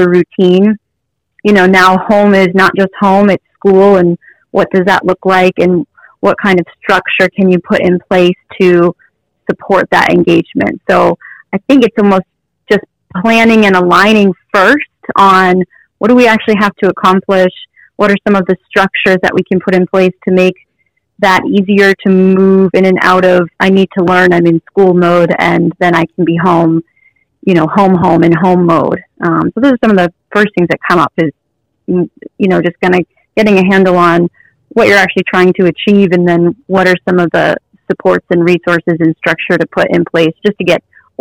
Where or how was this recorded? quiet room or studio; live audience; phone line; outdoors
phone line